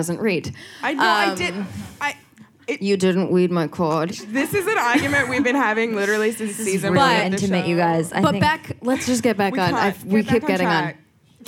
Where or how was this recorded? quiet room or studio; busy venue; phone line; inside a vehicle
busy venue